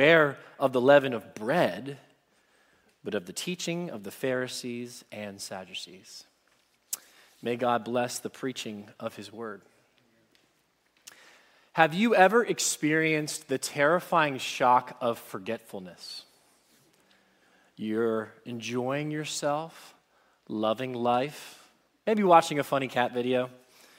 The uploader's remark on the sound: Message Preached at Valley Creek Church